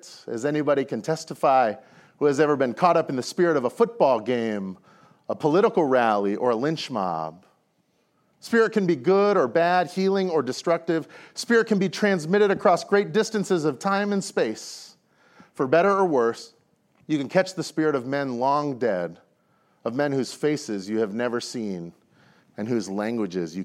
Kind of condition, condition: setting, large echoing room